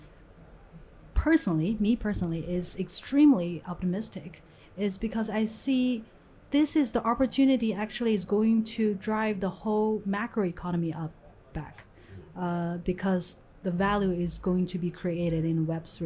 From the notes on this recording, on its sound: LIVE from Hong Kong FinTech Week and Singapore FinTech Festival